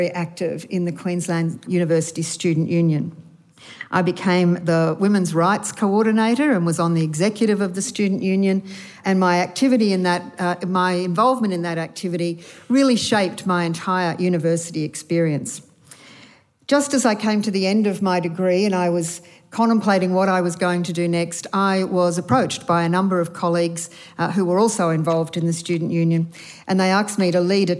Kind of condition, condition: setting, busy venue